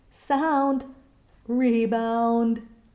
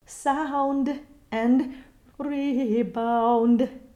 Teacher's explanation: Rather than thinking of the shadow vowel as a schwa, I find it best to think of that shadow vowel as an unstressed open I. · Shown in: second take